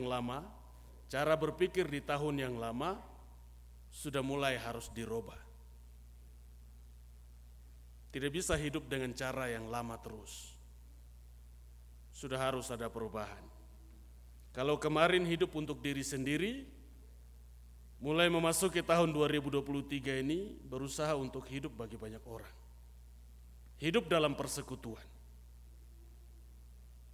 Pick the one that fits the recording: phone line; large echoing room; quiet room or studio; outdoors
large echoing room